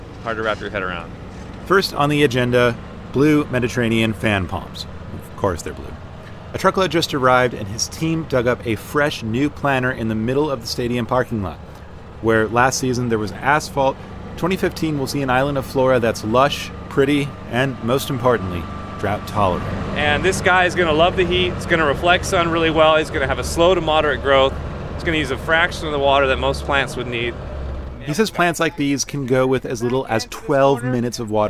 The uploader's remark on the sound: Recorded at the 2015 Dodger home opener.